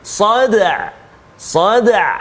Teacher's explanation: sughra kecil saja sebab huruf dal yang sukun berada di tengah kalimah · Term: qalqalah